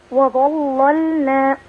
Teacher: اللام الأولى اللي هي اللام المشددة هي اللي هتغلظ عند ورشة صح كده؟ اللام الثانية ساكنة فمرققة